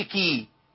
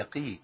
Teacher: القاف عندك مكسوره ضعيفه جدا جدا جدا · Shown in: second take · ليه تقول ق اقل مرتبه في التفخيم ما اقولش كي ولا اقول ق هي قي وده جمال القران.